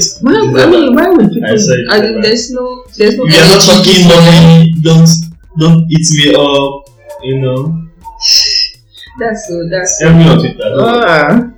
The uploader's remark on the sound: there was a bit of issue with the sound